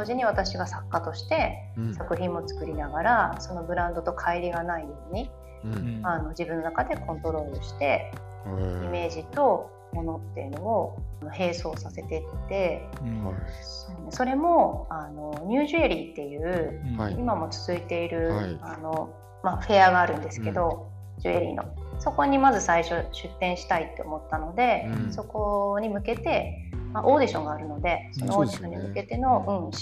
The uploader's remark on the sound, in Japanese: 機材不良のため、定期的に雑音が入りお聞き苦しい箇所がございます。